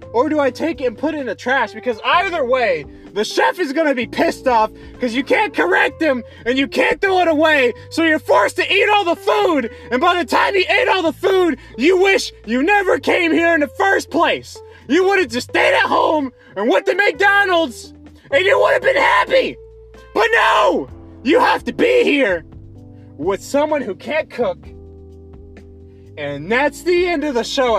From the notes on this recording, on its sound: I wanted to go outside, sit in my car and speak what's on my mind